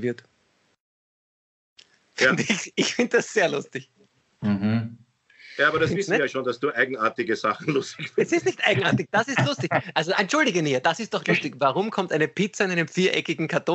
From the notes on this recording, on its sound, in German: Aufzeichnung einer ZOOM Session